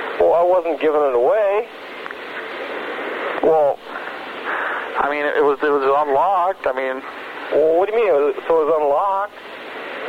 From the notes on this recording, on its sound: …'s Personal Prank Phone Calls Collection.